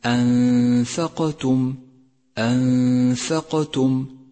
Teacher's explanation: أولا، اللون الأزرق الفاتح في مصحف التجويد إشارة إلى صفة القلقلة، كما هو لون حرف القاف في كلمة أنثقتم أنثقتم، وهي في هذا الموضع قلقلة صغرى لأنها في وسط الكلمة